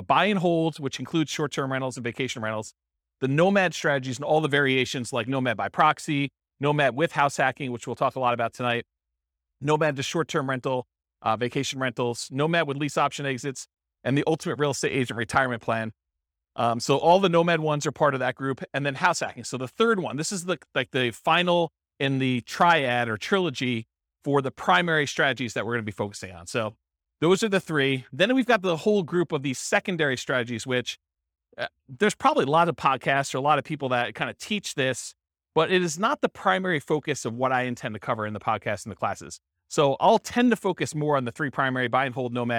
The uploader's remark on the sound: This was a live class recorded